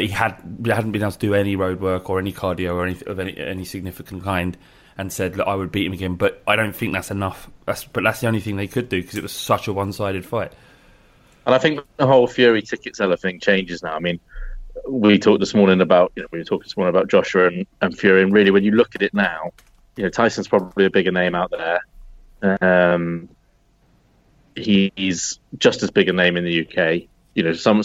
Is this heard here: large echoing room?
no